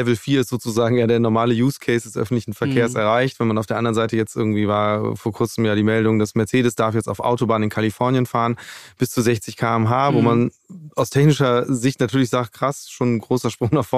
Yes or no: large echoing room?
no